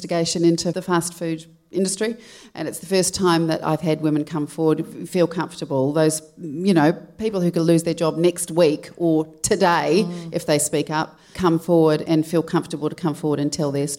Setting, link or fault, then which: setting, live audience